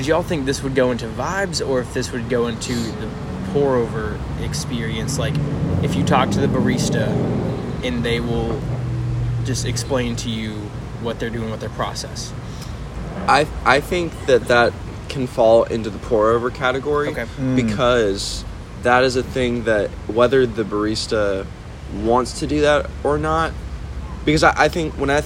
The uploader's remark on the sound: On a little visit to DFW the boys met up at Pax and Beneficia coffee in Irving Texas. Though some background noise.